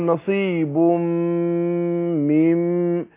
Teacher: هتضغم في الميم اضغام بغنة